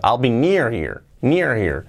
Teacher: ¿Veis la H casi desaparece?